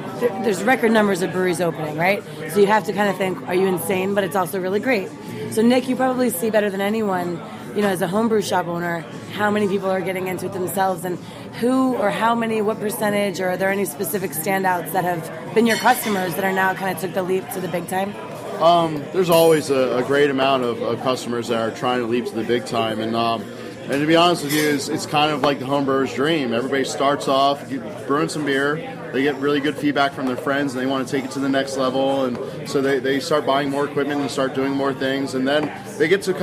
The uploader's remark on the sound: a special episode recorded at Monk's Cafe in Philadelphia during the Craft Brewers Conference in May